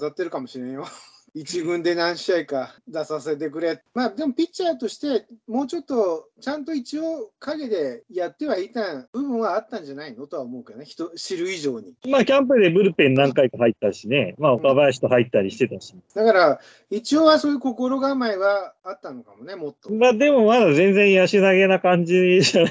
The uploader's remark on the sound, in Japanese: 今回はリモートで音声が悪いです。